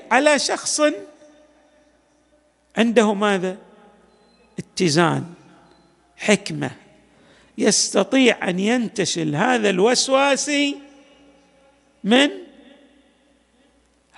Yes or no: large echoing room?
yes